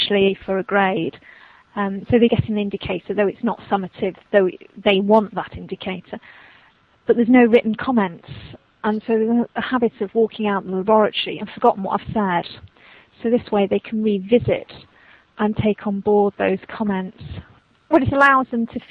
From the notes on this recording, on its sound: This interview was conducted during a Skype phone conversation.